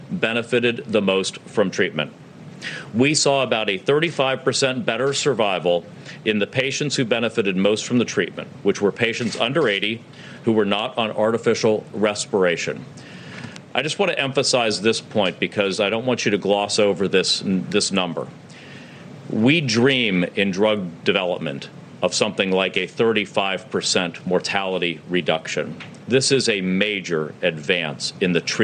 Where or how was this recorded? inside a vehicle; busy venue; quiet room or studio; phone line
busy venue